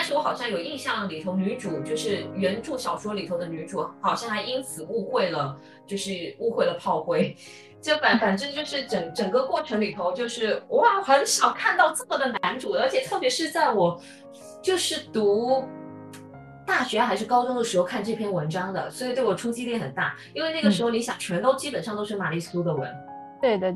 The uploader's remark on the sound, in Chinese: 主播本期声音可能听起来有点冲，因为电脑收音问题，她基本靠喊